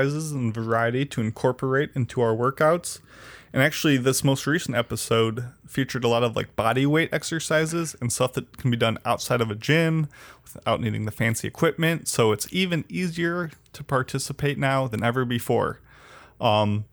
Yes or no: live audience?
no